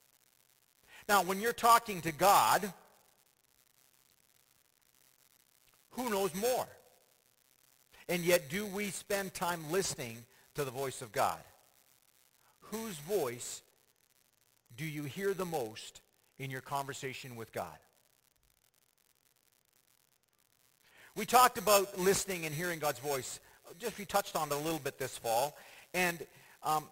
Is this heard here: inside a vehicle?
no